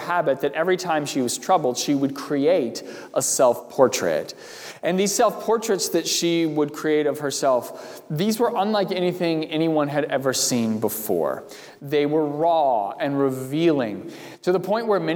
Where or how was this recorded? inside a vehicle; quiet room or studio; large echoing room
large echoing room